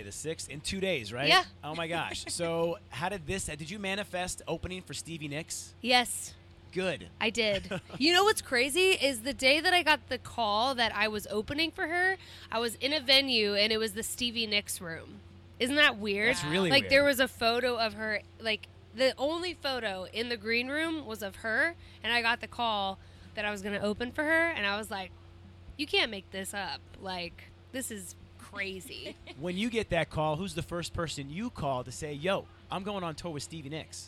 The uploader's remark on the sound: The Mix is live backstage at Lollapalooza 2023!